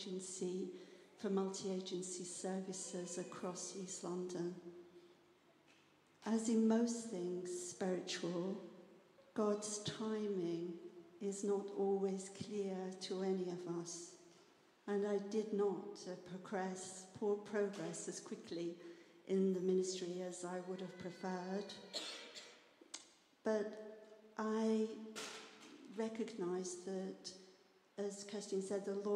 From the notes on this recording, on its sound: Streamed live at St Paul's Shadwell on Sunday, 30 July 2023.